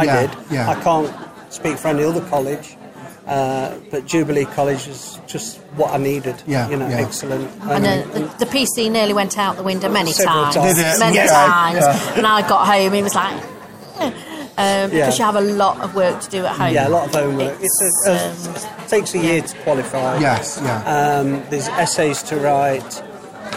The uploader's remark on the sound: Full Circle Podcast at the Hope and Harmony MBS Show. We got to talk to many people making new friends and getting to watch and record their inspired talks and demonstrations.